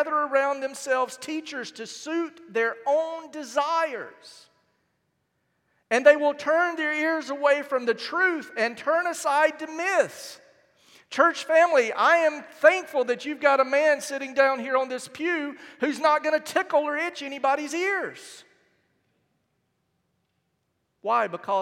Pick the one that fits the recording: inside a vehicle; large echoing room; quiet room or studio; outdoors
large echoing room